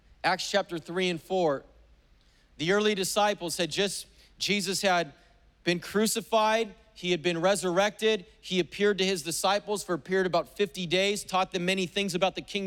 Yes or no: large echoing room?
yes